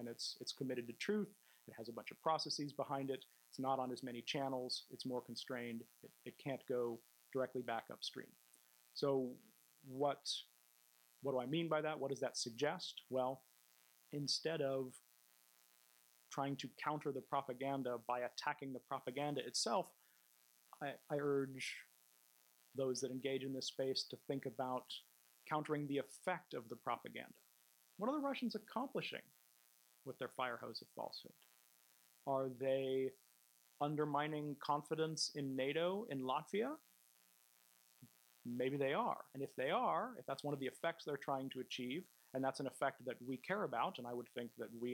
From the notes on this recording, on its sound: This lecture was given at The Institute of World Politics on November 10th 2016